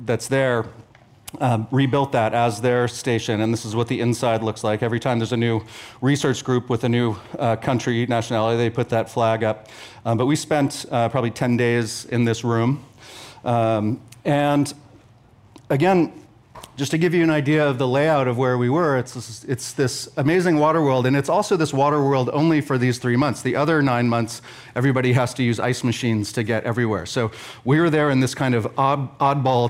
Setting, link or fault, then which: setting, busy venue